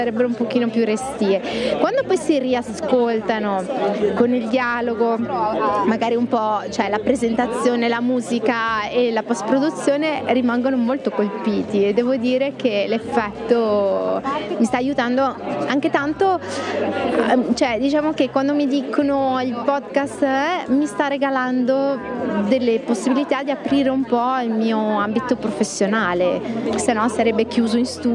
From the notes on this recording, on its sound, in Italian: Festival del podcasting a Milano. Incontrare dal vivo al Festival del Podcasting 2019 che si è tenuto al Talent Garden Calabiana di Milano.